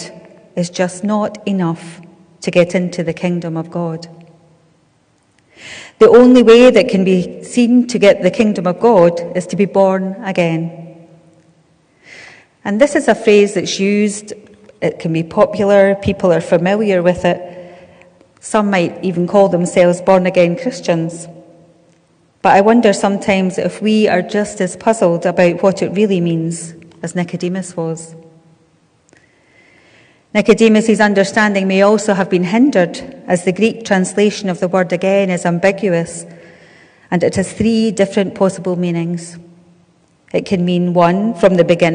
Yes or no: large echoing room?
yes